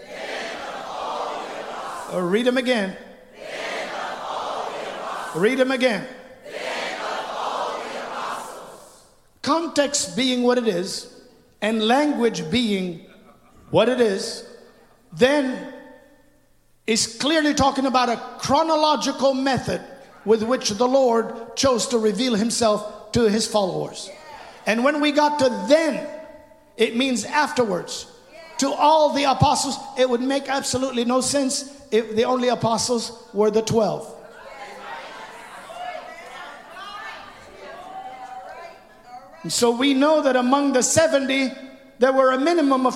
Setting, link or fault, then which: setting, live audience